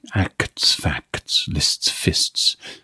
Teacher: All those consonant clusters that in some dialects are spoken rather lazily. Very crisp in this dialect.